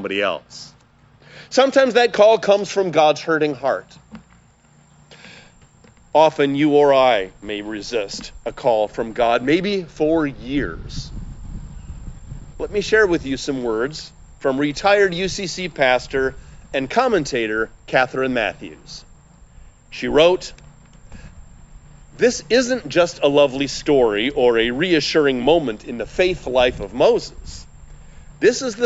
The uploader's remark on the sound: We traditionally have one outdoor service in the summer time, and we didn’t want to miss the experience this year. Recorded in Lorel Park in Skokie, with a few guests from the congregation.